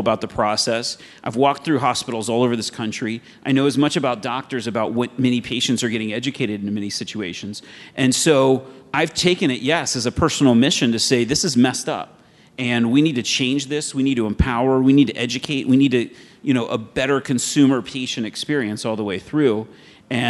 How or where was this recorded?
live audience